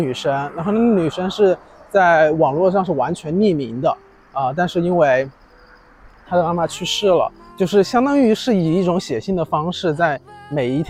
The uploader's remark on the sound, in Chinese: 来到一个新的环境，边走边录，也希望在这个夏天的尾巴，在虫鸣声中。